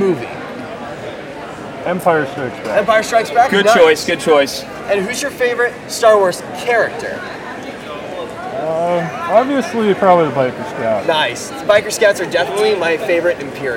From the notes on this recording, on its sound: Erie ComiCon 2022 Hot Mic Interviews! We share our hot mic interviews with other Star Wars fans at the Erie ComiCon!